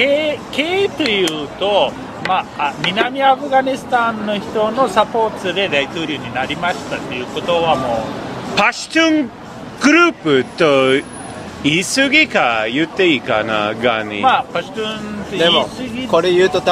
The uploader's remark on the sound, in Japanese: 外で録音しましたので、バックグラウンドはちょっとうるさくて、申し訳ありません